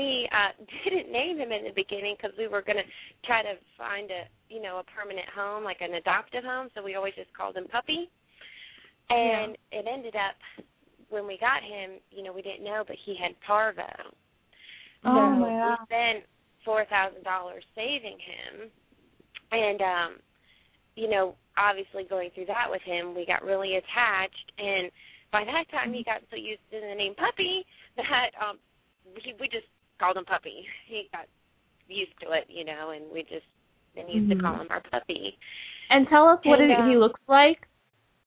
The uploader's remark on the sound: open up the lines for listeners to call